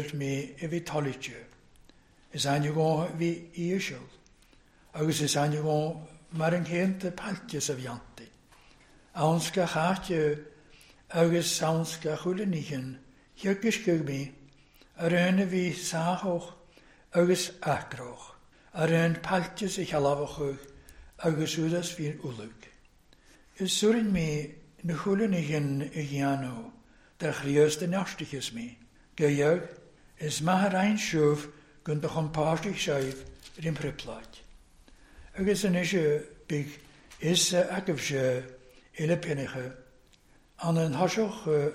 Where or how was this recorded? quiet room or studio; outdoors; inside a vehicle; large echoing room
large echoing room